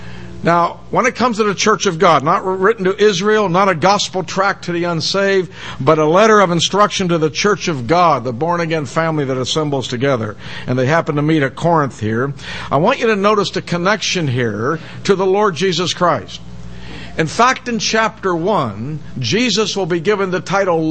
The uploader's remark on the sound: given in the most part at Hollywood Bible Chapel